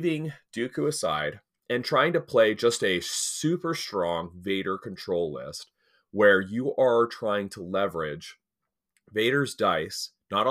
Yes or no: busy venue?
no